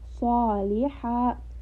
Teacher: Ha is from the throat, so we want an airy sound.